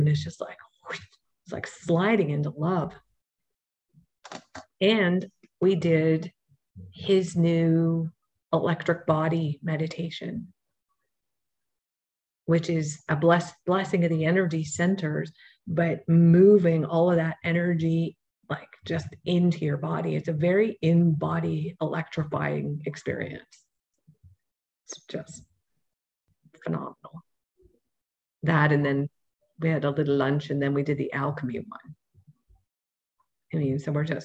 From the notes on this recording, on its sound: Audio version of May 6, 2022 Zoom call.